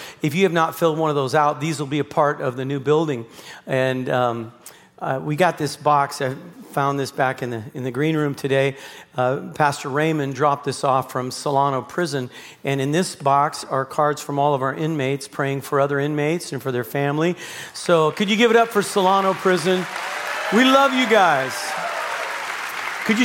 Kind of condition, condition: setting, large echoing room